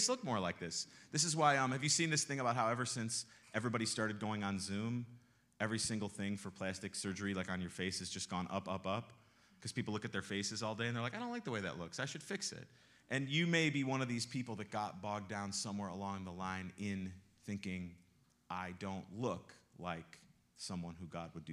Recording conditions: large echoing room